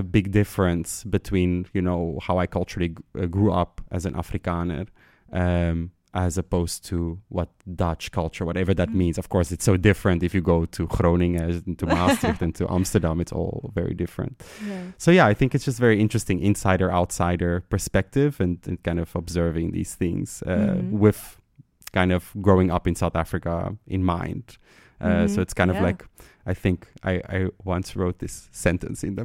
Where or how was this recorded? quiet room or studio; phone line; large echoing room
quiet room or studio